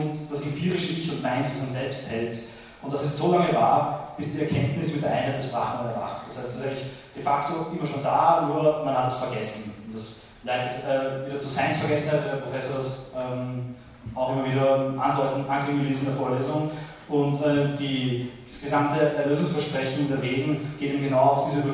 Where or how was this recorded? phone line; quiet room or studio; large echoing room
large echoing room